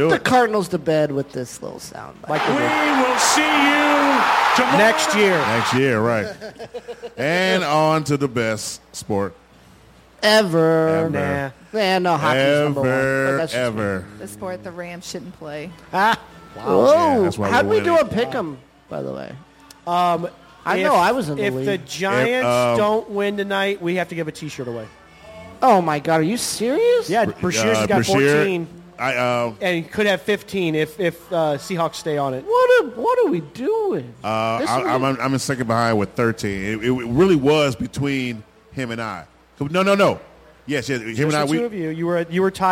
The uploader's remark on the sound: streaming live from the back patio of the wonderful Pepper's Bar & Grill in South St.